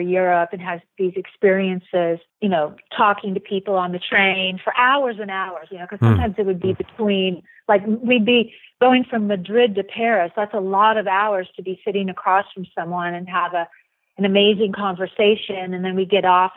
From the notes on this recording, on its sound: via telephone for this interview